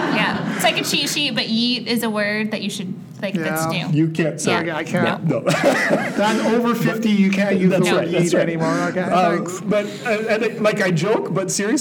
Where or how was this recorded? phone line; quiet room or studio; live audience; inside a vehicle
live audience